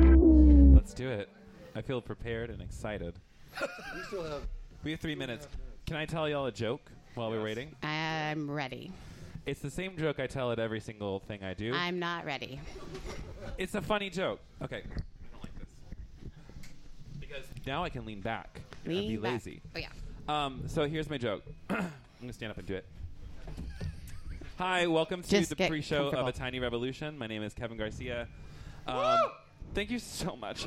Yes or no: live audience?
yes